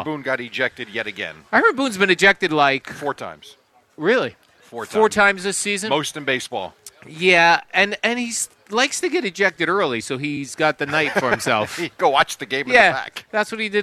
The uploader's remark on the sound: Live from D'Jais in Belmar